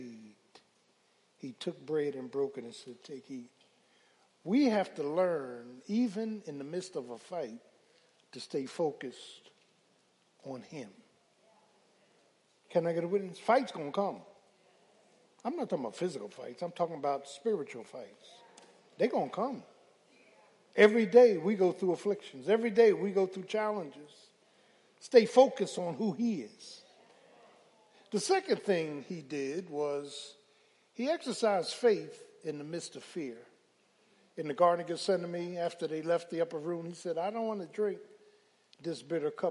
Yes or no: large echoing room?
yes